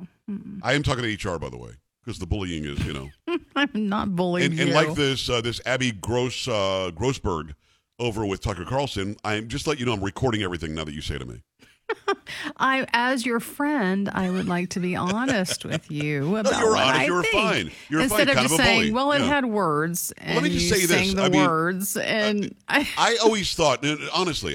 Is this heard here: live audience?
no